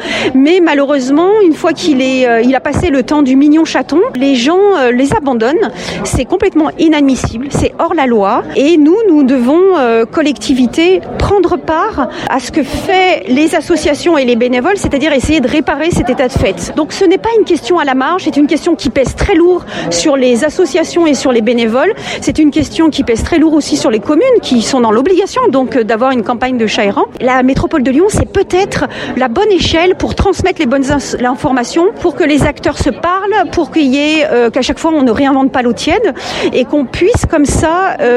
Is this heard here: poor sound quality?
no